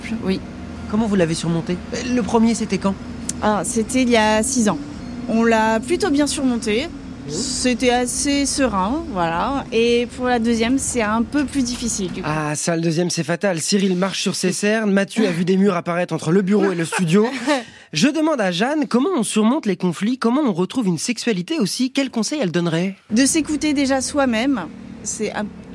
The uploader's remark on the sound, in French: On discute dans la rue pour ZoomZoomZen.